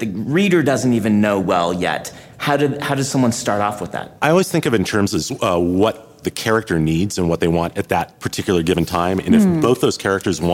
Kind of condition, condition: setting, live audience